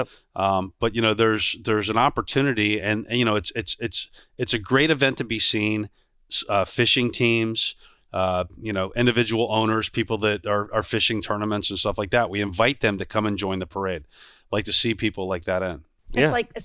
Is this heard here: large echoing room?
no